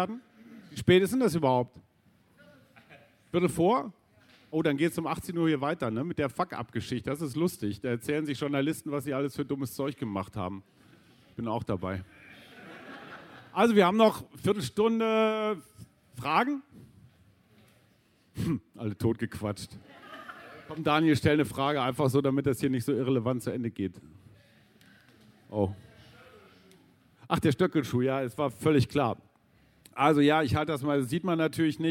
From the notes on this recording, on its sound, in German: Diese Aufzeichnung stammt vom 01.09.2018 im RP-Zelt beim Campfire-Festival in Düsseldorf.